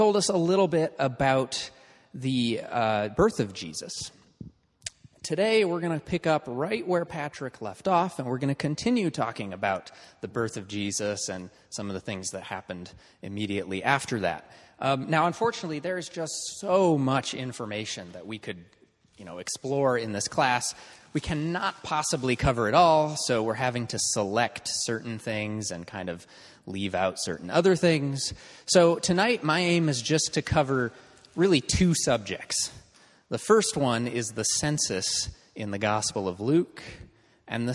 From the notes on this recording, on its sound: This is a recording of the week 3 of Part 1 of our in-person course